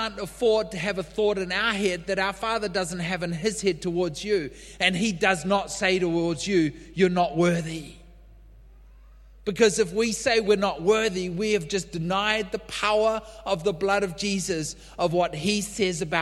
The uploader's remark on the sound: LIVE at Echo Church